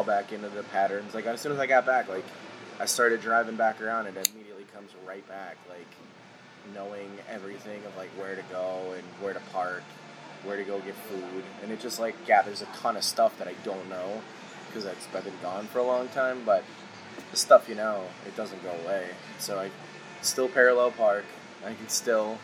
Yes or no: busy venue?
yes